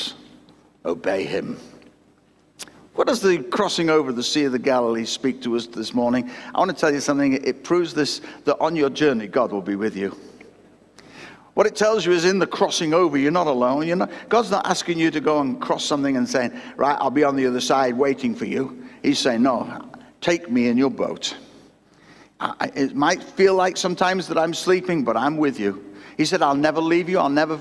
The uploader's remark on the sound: Recorded at Destiny Christian Church, Wakefield, UK WF1 4AF on the 25th July 2021.